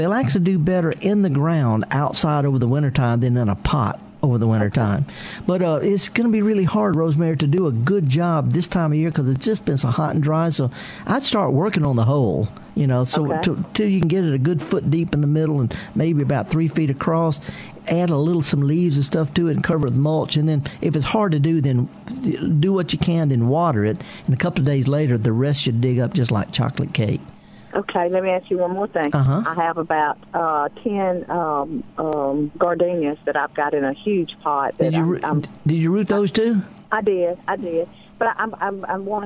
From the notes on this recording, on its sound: answers your live calls